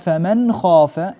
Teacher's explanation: لماذا إظهار؟ لأن النون بعيدة عن مخرج الخاء، فلذلك العلماء يأخذون هنا بالإظهار الحلقي